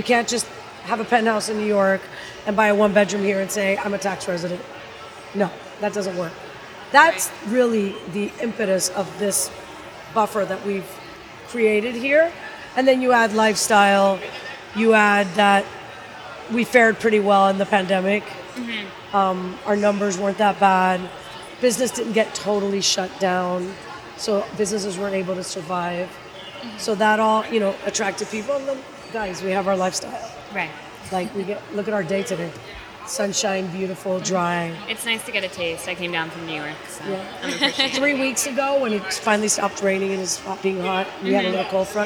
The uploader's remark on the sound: Deconstruct Live at The Real Deal's Miami Forum. In early November, the Deconstruct team flew to Miami for The Real Deal's annual showcase and forum. We're bringing you two interviews we recorded on site at the event.